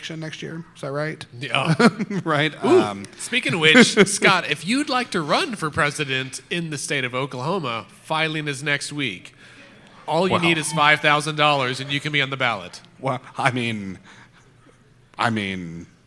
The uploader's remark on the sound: Recorded with a live studio audience.